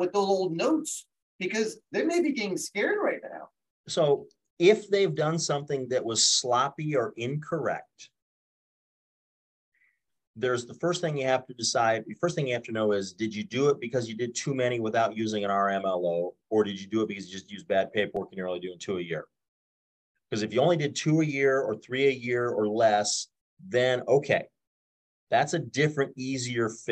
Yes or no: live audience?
no